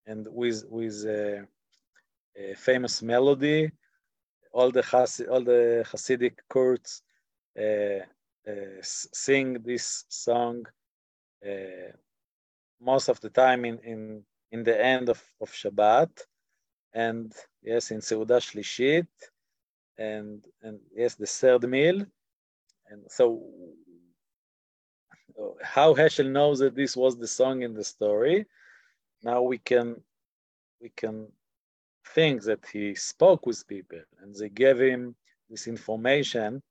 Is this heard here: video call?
yes